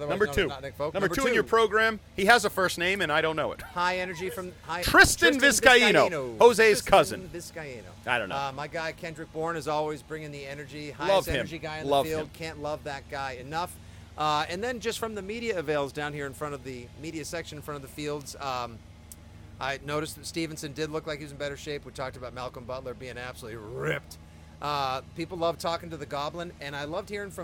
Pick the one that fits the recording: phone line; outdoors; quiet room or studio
outdoors